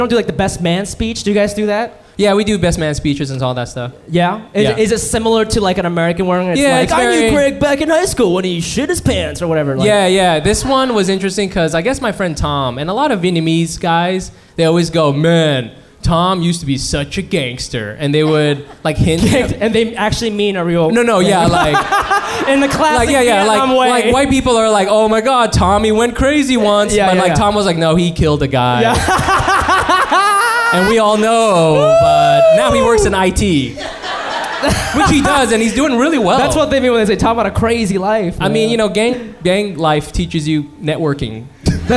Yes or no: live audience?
yes